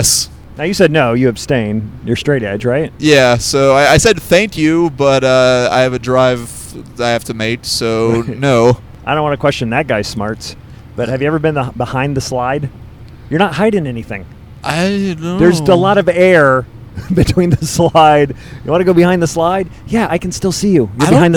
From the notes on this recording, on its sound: Records an episode to and from the gig. On the Road.